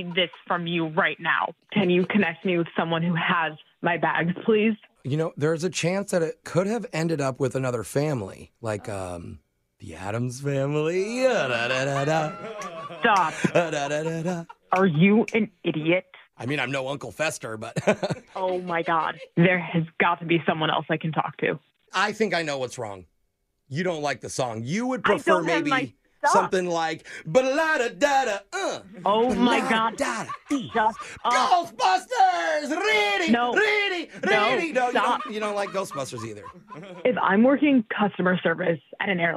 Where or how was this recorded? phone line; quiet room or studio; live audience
phone line